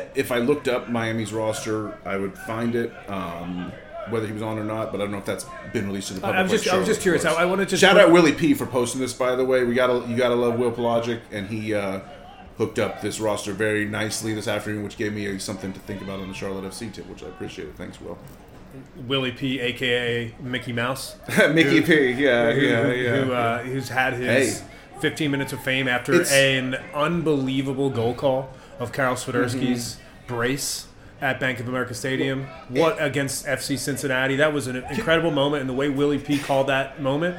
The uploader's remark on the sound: A late winner LIVE from Memorial Stadium. Record the show during the second half of Charlotte Independence's win vs.